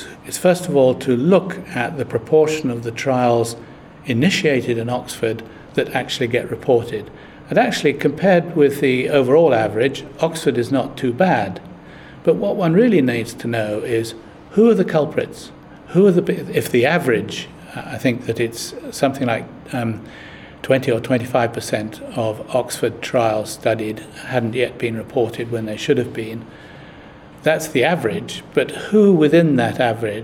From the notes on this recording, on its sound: recorded at Evidence Live